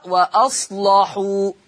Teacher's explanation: حكم اللام التغليظ قولا واحد، والسبب لأنها مفتوحة ومسبوقة بصاد ساكن، ومسبوقة خلاص أو وقبلها صاد ساكن.